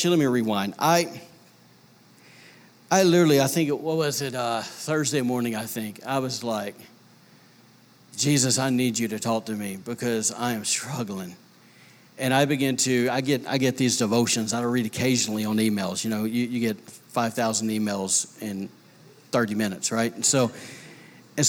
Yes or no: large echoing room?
yes